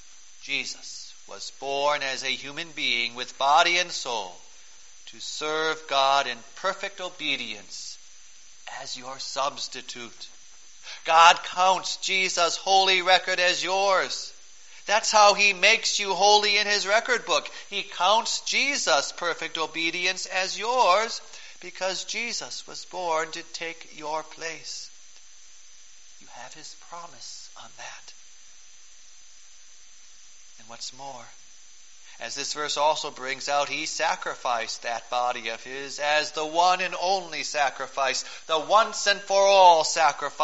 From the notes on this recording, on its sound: Preached on December 23, 2012, for the Fourth Sunday of Advent, at St. John's Ev.